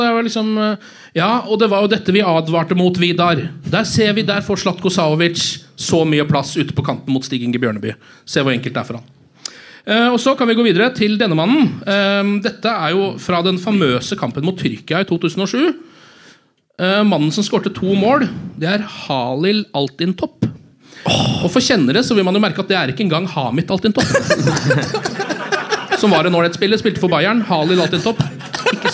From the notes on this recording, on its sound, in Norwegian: lyden av vår Drømmelag-Live-Podkast fra Oslo Podfest 2018